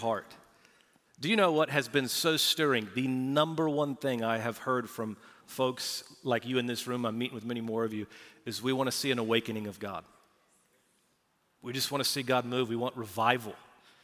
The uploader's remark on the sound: Recorded Live at Brookwood Church on 3.26.2023